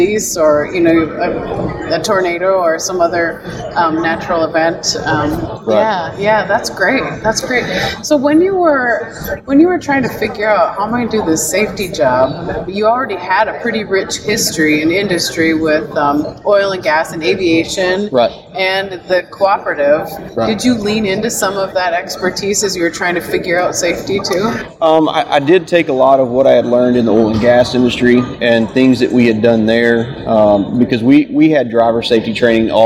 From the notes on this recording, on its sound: joins us live on the floor of the NSC